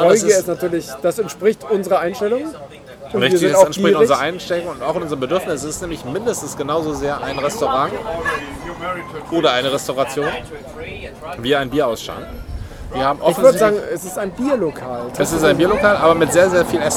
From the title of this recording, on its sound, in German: Unterwegs: #BerlinCraftBeerCrawl - Straßenbräu, Bräugier und Berliner Berg